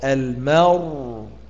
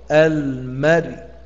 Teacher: أما عند الرو المري ترقق الراء · Shown in: second take